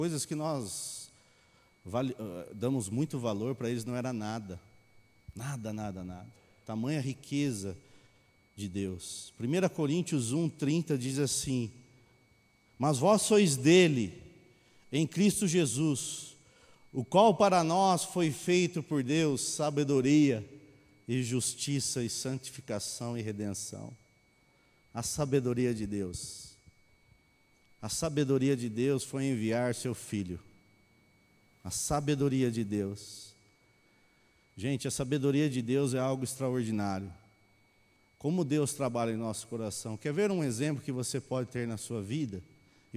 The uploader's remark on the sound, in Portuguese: Mensagem gravada na Bíblica de Botucatu